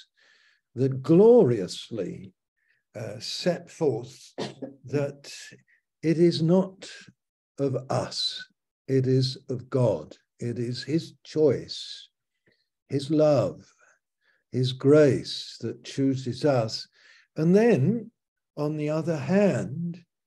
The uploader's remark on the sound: Malaysia Meets (Zoom)